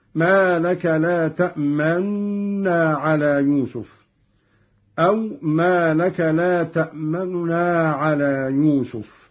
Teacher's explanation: لقالون وباقي القراء الإشمام مع الإشارة بالشفتين أو الإخفاء